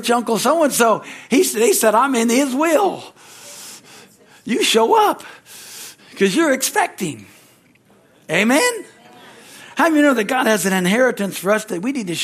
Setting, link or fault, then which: setting, large echoing room